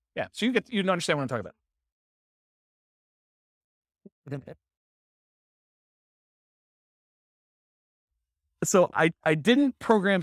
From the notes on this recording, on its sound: This was a live class recorded